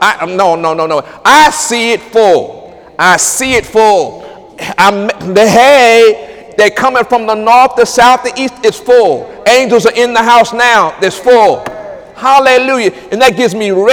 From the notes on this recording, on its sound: During Wednesday night service on October 11, 2017